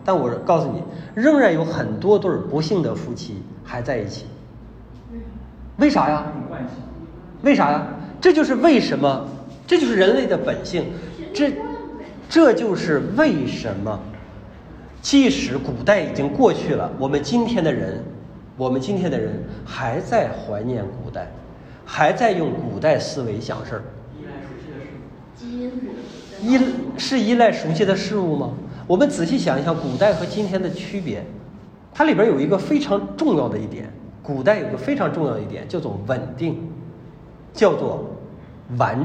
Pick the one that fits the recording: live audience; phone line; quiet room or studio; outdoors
live audience